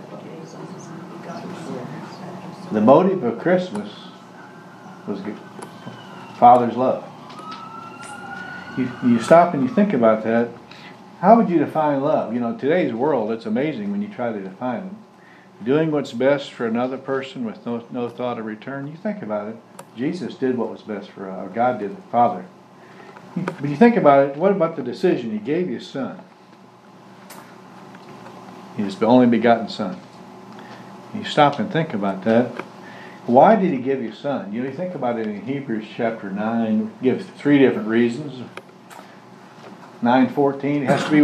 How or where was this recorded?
large echoing room